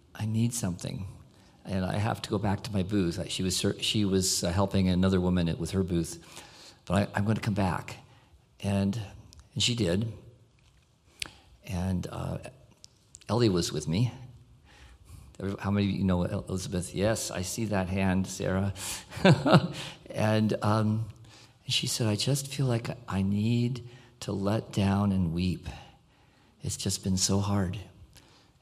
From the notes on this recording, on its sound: This is a recording of our complete service including communion and information about The Sound plans for July 2022.